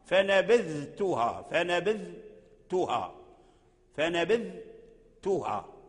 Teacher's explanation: تخرج الذال من رأس اللسان ورؤوس الثنايا العليا ثم ترجع بلسانك وبرأس لسانك إلى أصول الثنايا، فنبذتها. وهذا يغلب كثير من الناس المغاربة، يغلبهم هذا الحرف، حرف الإعجام، إعجام الذال، إعجام الذال. · Term: أظهر الذال عند التاء